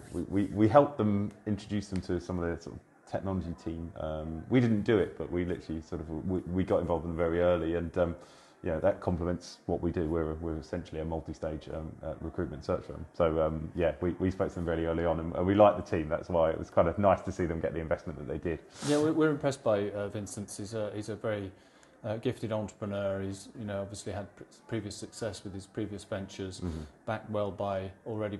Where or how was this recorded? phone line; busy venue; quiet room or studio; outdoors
busy venue